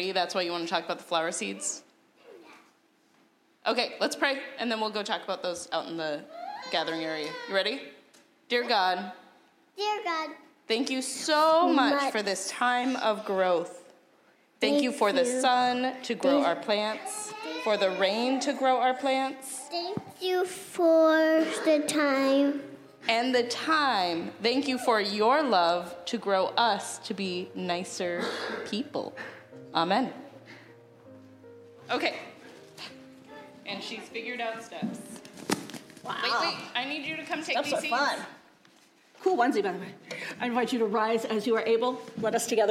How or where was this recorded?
large echoing room